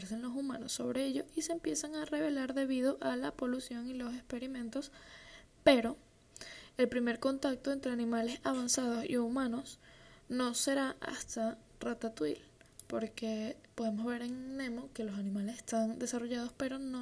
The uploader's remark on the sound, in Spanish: Con ruido de un optra de fondo.